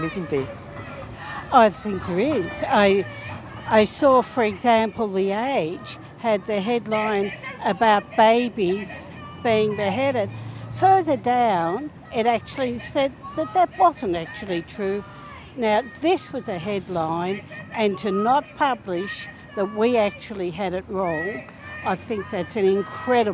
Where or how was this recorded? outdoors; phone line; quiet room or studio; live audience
outdoors